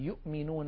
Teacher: فبعض العرب كانت تقول يؤمنون بالهمز